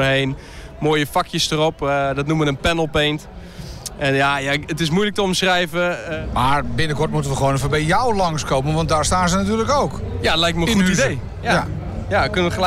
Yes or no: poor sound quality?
no